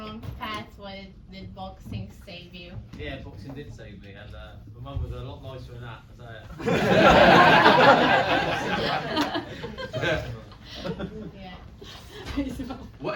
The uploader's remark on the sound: the Q&A sessions from our Kandu Arts Reel Cinema film festival, that took place last Friday in Reel Cinema Chippenham